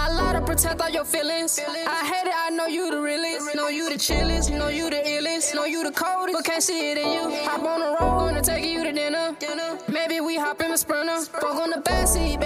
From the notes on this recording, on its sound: live at the Hood Media NYC’s Media Day Mayhem